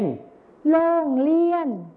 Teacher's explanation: การเปลี่ยนเสียงที่เป็นรอเรือไปเป็นรอลิงนั่นเองนะครับ อย่างเช่นคำแรกนะครับคำว่าโรงเรียนนะครับในภาษาถิ่นอีสานจะออกเสียงเป็นโรงเรียนอีกครั้งนึงนะครับโรงเรียนใช่แล้วครับก็คือในภาษาไทยมาตรฐานนะครับจะใช้รอเรือนั่นเอง